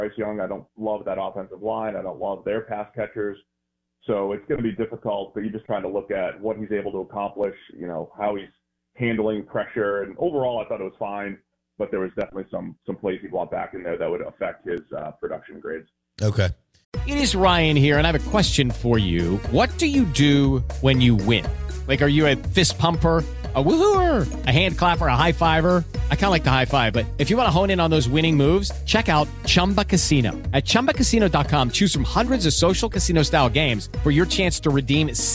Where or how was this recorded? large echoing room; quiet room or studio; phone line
phone line